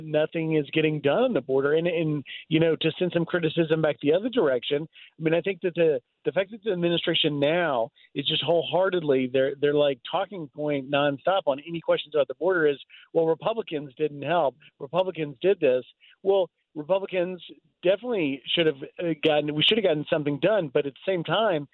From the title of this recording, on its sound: reports live from the Southern Border